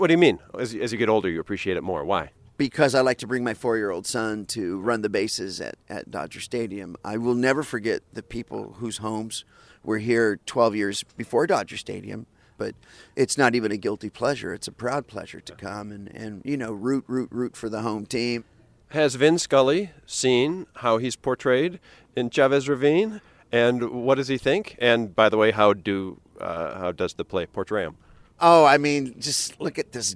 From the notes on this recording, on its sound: recorded at the 2015 Dodger home opener